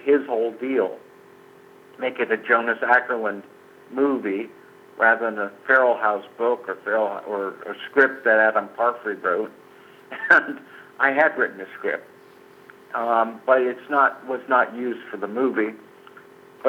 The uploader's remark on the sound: recorded this phone conversation in February of 2018